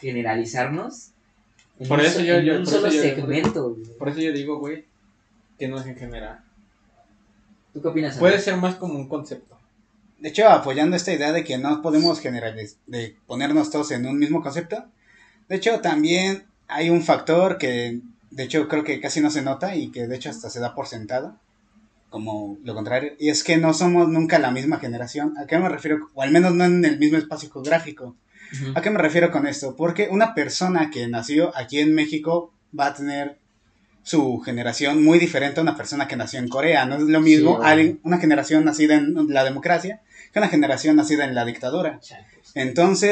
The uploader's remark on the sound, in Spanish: Esta mocho el capítulo :,c. Culpa de quien estuvo manejando la grabación.